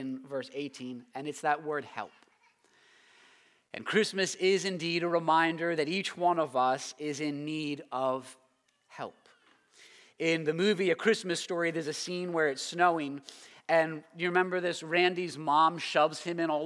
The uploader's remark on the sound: preached this sermon at Covenant Fellowship Church on December 25, 2022.